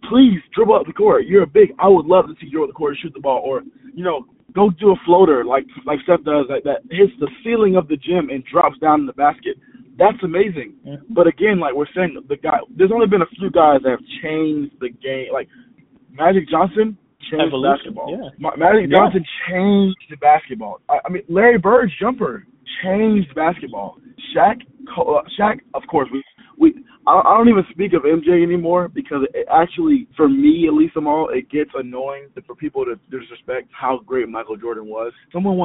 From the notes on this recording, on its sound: A snippet of a phone call